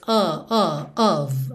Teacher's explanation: OF sempre com som de OV e o O não tão redondo